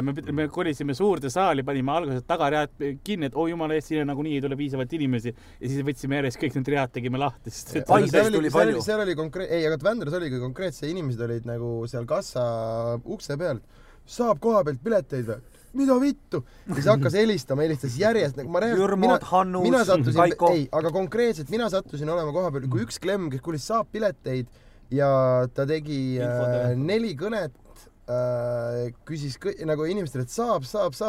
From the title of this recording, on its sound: live from praamipealt